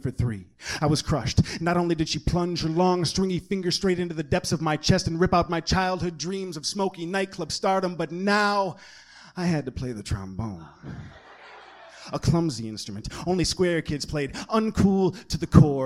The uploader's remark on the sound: An Open-Mic from November of 2000. From the Detroit Poetry Slam in Hamtramck Michigan.